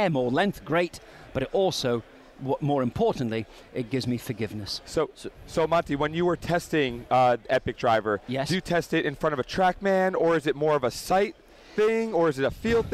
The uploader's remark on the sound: recorded in January 2017 at the PGA Show